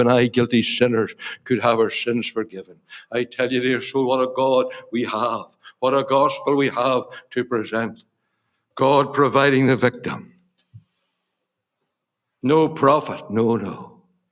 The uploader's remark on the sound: Gospel Audio Recording from Ballyclare Gospel Hall.